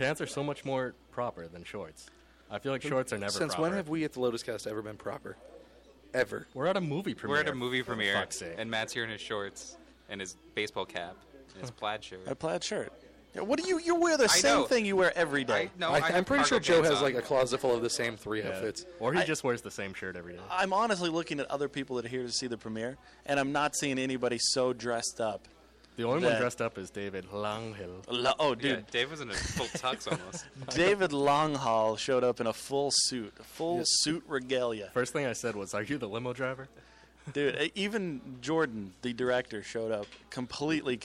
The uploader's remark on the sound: We are live from the Provoked Premiere!